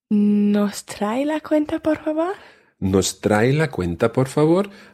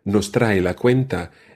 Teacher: because you raised your voice at the end, showing that that was a question. · Shown in: first take · If you were just saying, nos trae la cuenta, it kind of means someone is bringing you the bill.